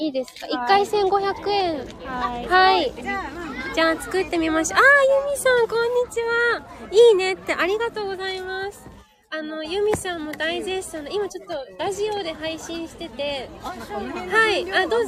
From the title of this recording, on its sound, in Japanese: 初マルシェ出店debut秦野カルチャーパークより実況中継